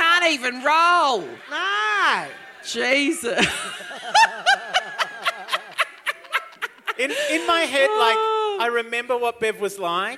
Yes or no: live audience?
yes